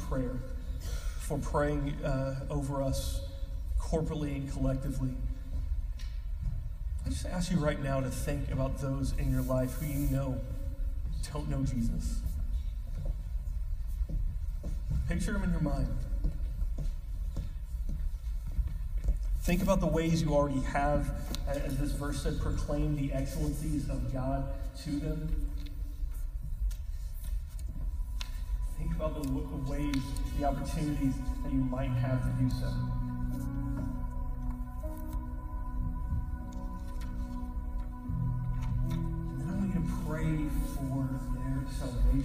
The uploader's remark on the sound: We apologize for the poor quality of the audio. We had an issue with our recording this week.